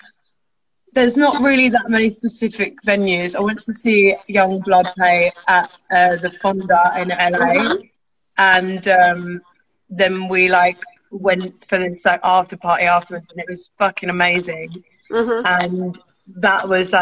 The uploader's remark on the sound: Recorded live from our Instagram Live Chat